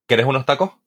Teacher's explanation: En el Caribe también se da mucho la aspiración de la S.